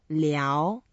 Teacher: 聊 is second tone. You go up a little bit.